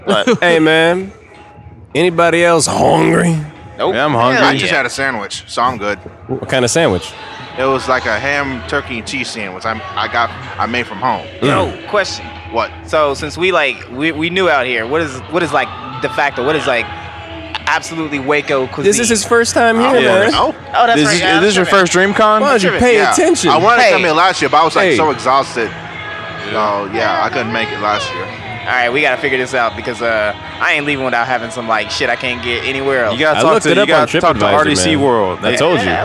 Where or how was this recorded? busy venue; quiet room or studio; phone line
busy venue